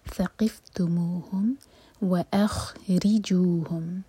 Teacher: را کے نیچے کسرہ تو را باریک